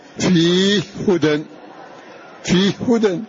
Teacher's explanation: أسكننا هذه الهاء وأدغمناها في الهاء الثانية